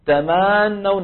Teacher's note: تمنون الفتحة تبع تما الميم زادت حتى كادت أن تكون ألفا · Term: التمطيط